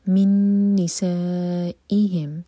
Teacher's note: سا مد متصل چار حرکہ لمبا ہمزہ پر کٹ آف ساؤنڈ